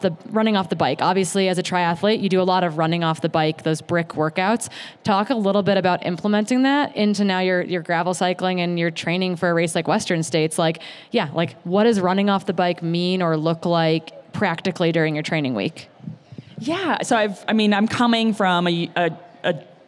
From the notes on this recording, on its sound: This is the audio from our third annual pre-race live interview show from the Western States 100.